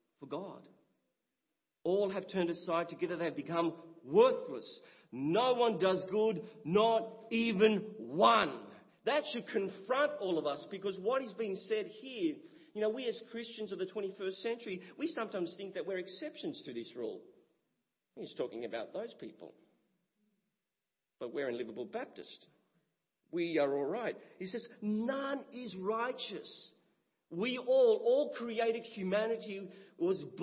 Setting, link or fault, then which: setting, large echoing room